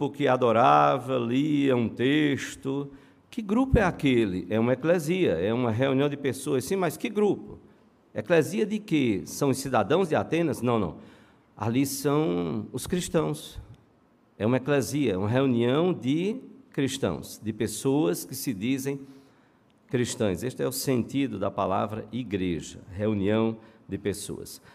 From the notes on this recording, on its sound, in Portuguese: no culto presencial e transmitido ao vivo no domingo (06/11/2022) à noite (18h)